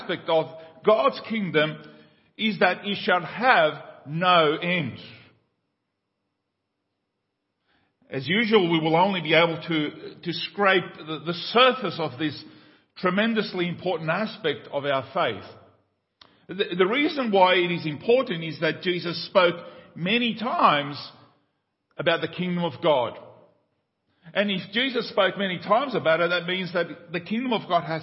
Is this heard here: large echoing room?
yes